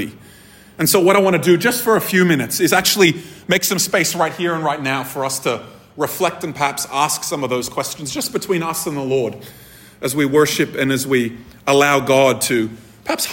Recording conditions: live audience